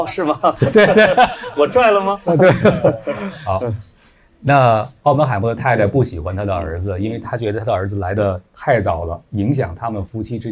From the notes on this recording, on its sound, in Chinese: 跑题大会现场版。本期节目在线下活动录制，所以会有一些杂音。同时在 64 分钟后为答读者问环节。因收音问题，提问声音很小。